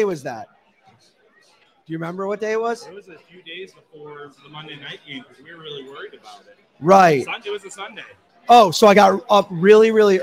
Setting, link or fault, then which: setting, busy venue